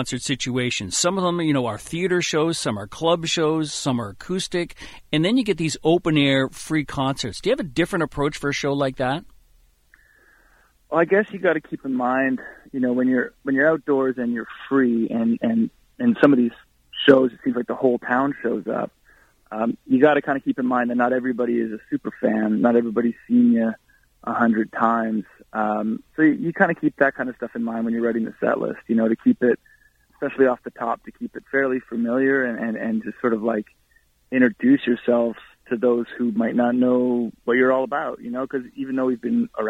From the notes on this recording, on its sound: called